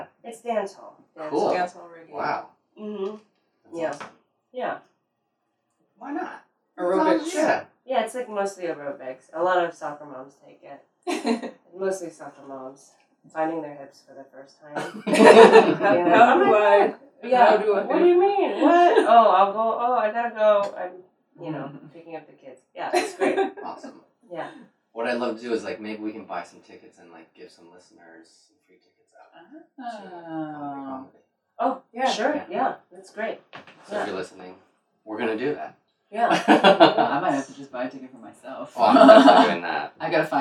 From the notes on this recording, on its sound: Our apologies for the poor audio, we ran in to some technical difficulties